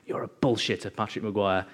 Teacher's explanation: I just heard in this, like, really menacing, low, breathy growl